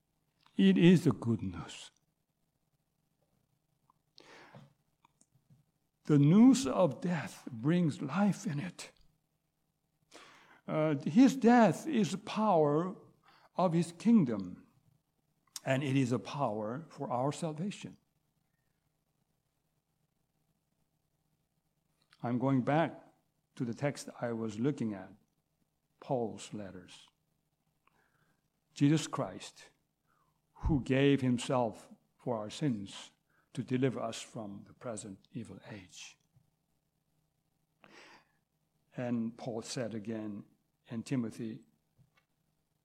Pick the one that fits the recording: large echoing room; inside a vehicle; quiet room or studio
large echoing room